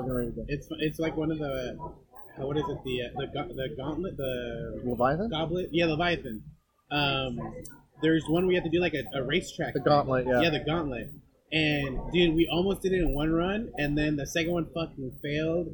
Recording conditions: poor sound quality